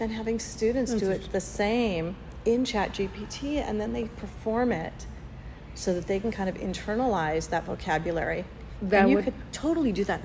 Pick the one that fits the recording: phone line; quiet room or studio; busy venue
busy venue